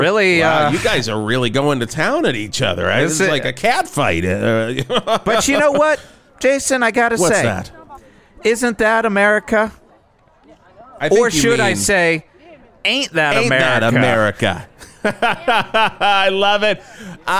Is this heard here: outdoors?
yes